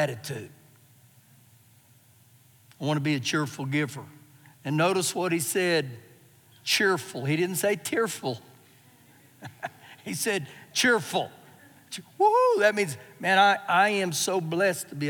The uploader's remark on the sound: Recorded live during our Wednesday night service